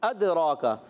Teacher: را پر کھڑا زبر ہے، ایک الف کھینچ کر ادا کریں گے، را کو موٹا بھی رکھیں گے